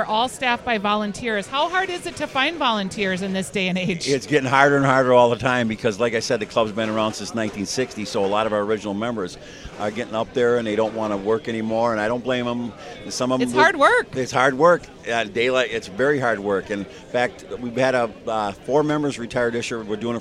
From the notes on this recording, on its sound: Live from LuLu's Public House Patio. After two record-breaking Minnesota State Fair Days.